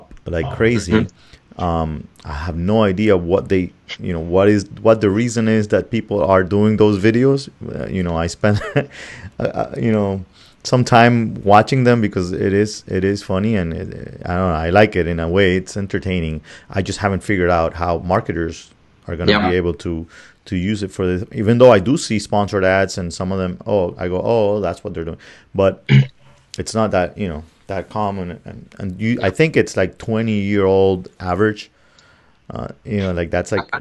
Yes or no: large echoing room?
no